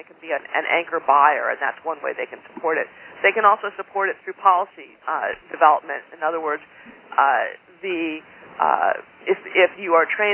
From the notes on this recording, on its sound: Call recorded on September 22, 2011.